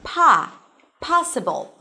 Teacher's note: in the word possible, the stress falls on the first syllable